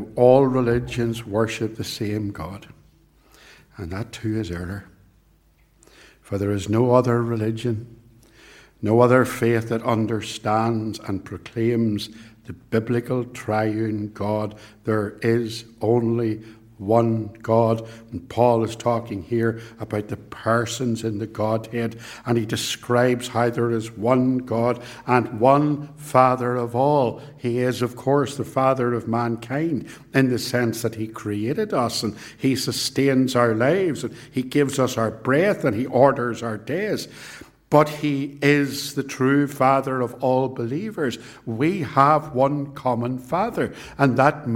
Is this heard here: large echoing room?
yes